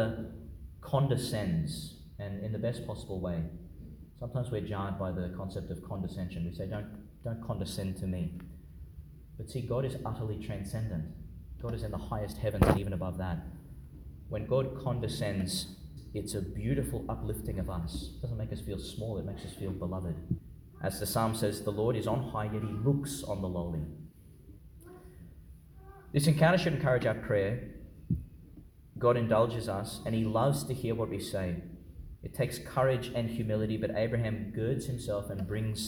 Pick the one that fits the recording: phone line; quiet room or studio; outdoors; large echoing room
large echoing room